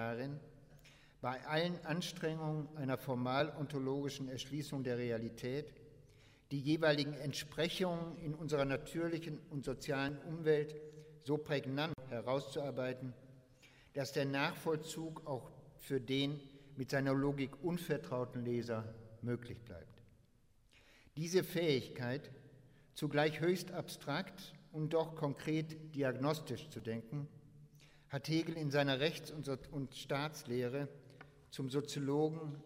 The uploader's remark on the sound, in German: Internationaler Hegelkongress 2011 - Eröfnungsvortrag